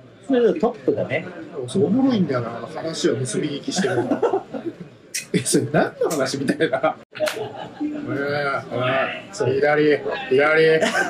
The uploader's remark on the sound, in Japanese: ゲリラ回なので音声が悪いです。京都に行きました。